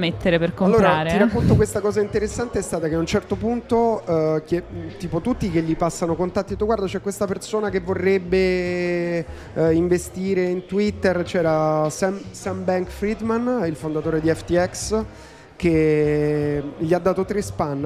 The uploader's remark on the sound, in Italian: In diretta dal Plan B Forum a Lugano